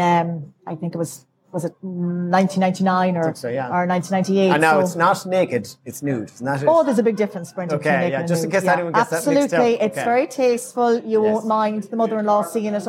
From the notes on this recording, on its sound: This episode was recorded live at Andersons Bar in Sligo.